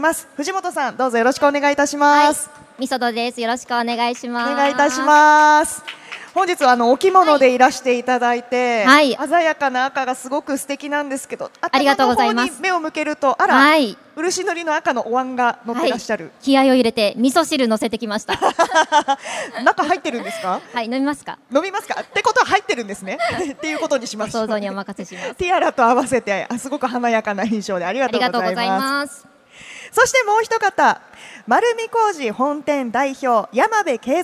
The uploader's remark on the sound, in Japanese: CRAFT SAKE WEEK 2023 at ROPPONGI HILLSにて公開収録。